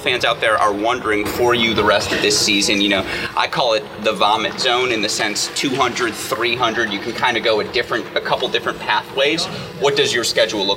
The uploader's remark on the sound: live from the Cranbrook Tennis Classic